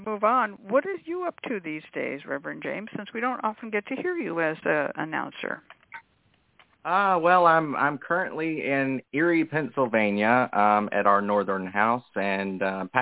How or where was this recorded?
phone line